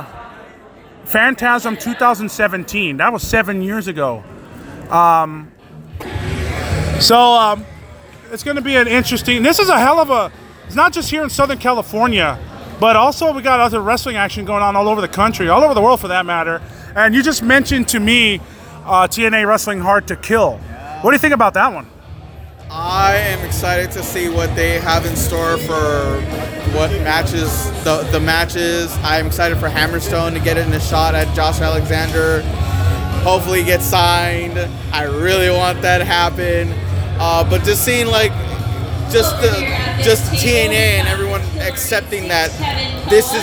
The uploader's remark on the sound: Special Live On Location Podcast Episode reporting from Wilmington, Ca at PCW Ultra Anniversary VIII